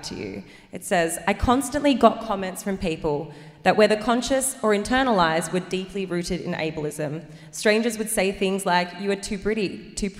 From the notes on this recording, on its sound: The cut down interviews from our LIVE SHOW!